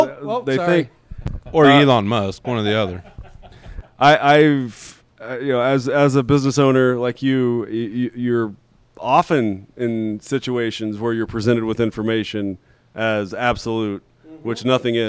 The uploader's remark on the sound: live on location at Cowboys and Indians restaurant in Houston, Texas